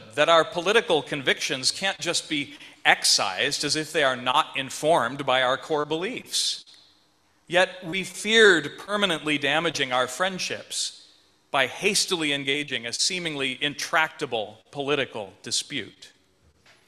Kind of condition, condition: setting, large echoing room